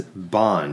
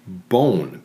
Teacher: Old English ah came to be articulated higher at the back of the mouth